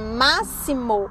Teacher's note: a sílaba mais forte não está na última sílaba, não está no mo, ela não está na penúltima sílaba no si, mas ela está na antepenúltima sílaba que é o ma. Portanto, classifico como proparoxítona.